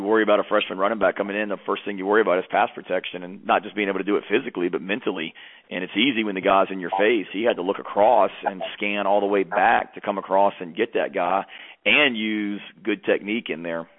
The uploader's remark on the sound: Sunday night conference call.